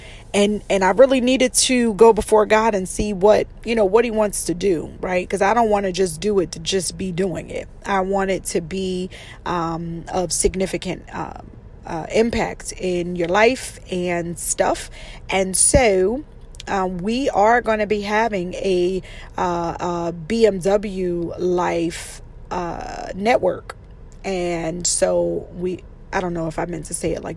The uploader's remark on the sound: In this episode, I’m in my car! I recorded this while driving.